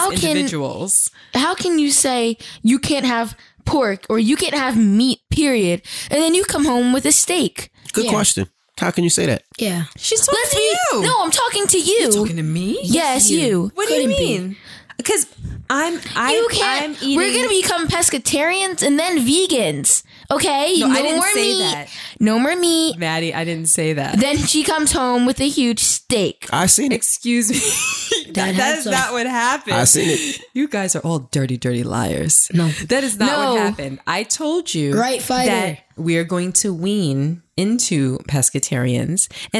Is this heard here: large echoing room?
no